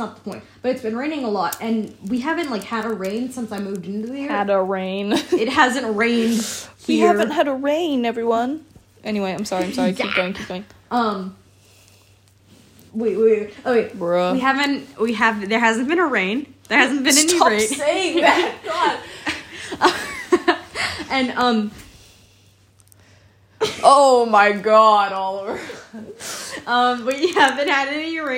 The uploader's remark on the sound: Two crackheads and no microphone.